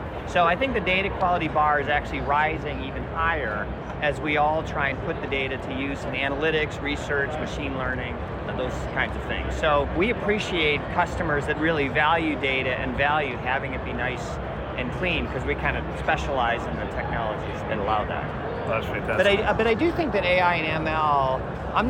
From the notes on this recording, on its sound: Interview in Action live from HLTH